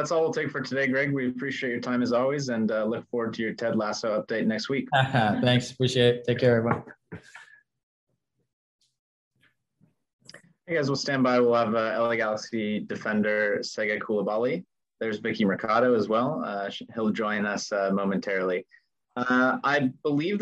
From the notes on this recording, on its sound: Media Video Conference Call